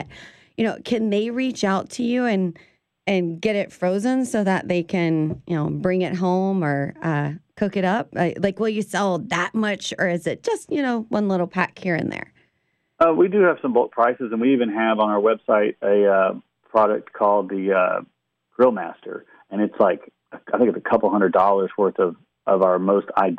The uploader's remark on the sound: Talks via phoneline with Shreveport farmer and proprietor of MaHaffey Farms.